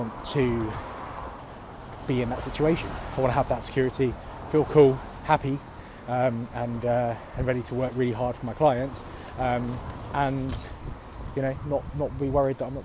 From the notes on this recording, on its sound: Walk and Talk